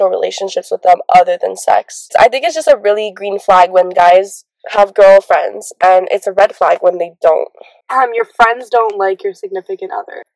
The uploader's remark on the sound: Bear with us, the audio will get better with time